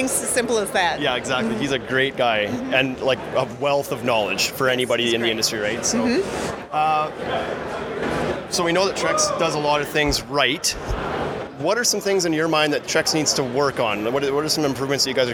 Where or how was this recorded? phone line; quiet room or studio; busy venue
busy venue